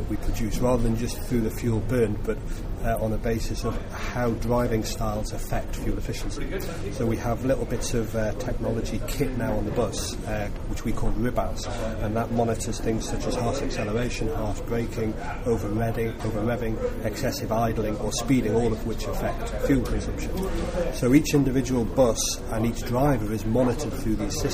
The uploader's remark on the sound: Recorded at the Newcastle Low Carbon Best Practice Exchange.